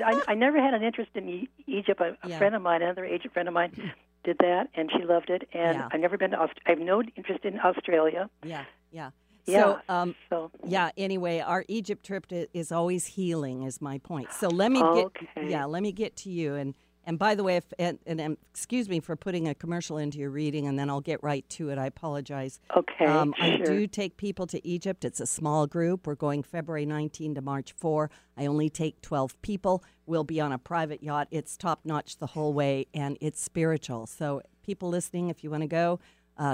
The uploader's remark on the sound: Open Call-In Show Day